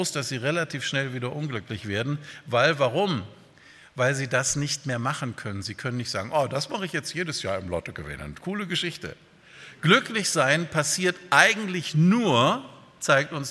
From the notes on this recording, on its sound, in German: bei einer Veranstaltung der Liebenzeller Mission